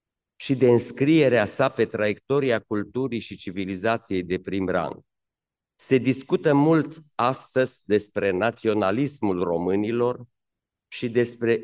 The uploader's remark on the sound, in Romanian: Înregistrare din Aula Academiei Române.